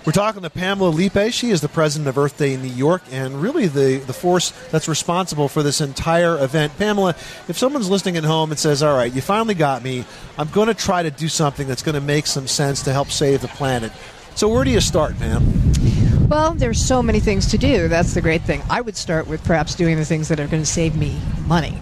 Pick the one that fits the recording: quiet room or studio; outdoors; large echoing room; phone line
outdoors